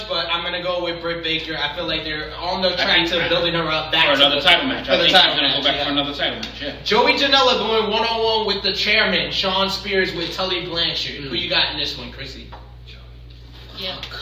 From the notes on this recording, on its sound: Full Gear LIVE at Luv Story Bar.